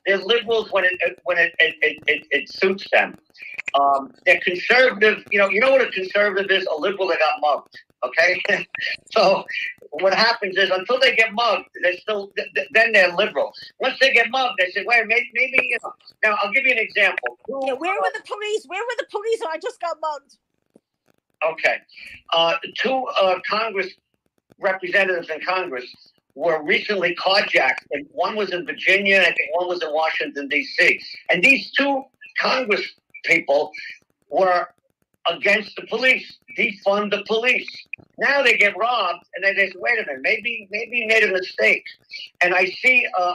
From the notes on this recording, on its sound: Please disregard audio problems